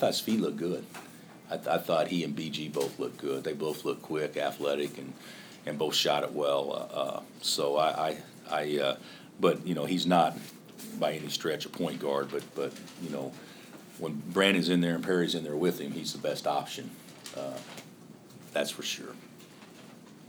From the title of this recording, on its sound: Press Conferences & Post-Game Interviews